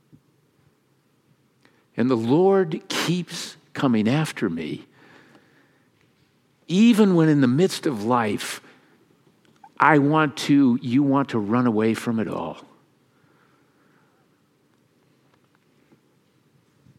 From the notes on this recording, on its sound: Easter message delivered during the Traditional Worship service.